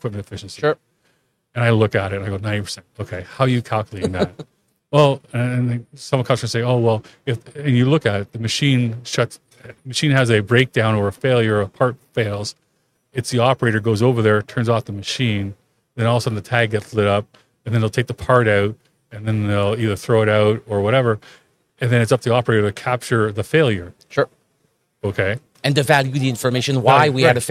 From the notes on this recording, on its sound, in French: En direct du Salon Industriel de Terrebonne